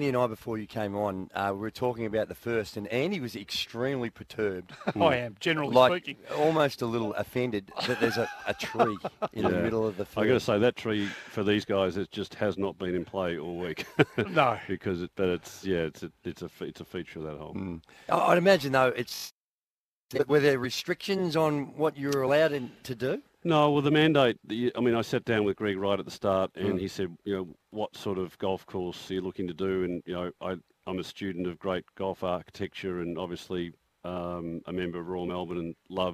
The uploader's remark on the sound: live on site at the Cathedral Golf Course